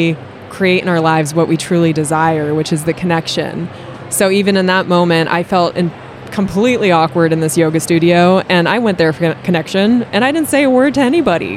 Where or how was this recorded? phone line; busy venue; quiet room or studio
busy venue